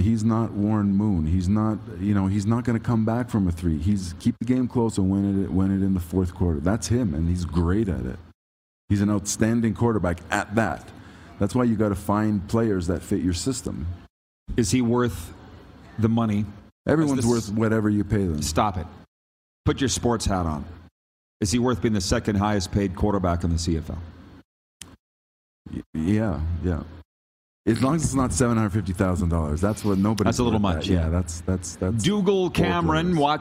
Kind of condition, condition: setting, busy venue